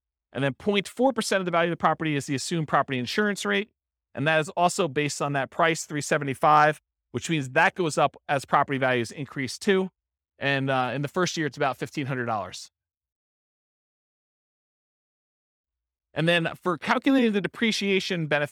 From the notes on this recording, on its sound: This was a live class recorded